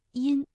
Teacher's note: 前鼻音呢，口型相对比较扁、比较窄，比如音。哎，这个嘴唇微微张开就可以了。而发后鼻音的时候，相对来说要较圆、较开，比